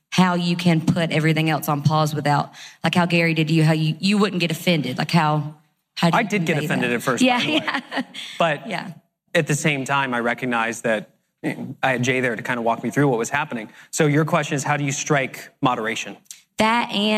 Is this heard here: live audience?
yes